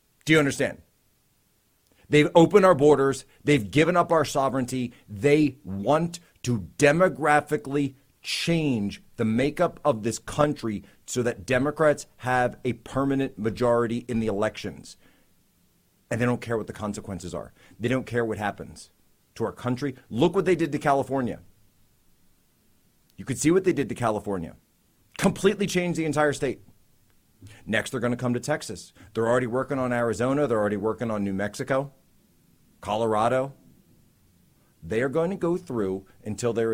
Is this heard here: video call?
no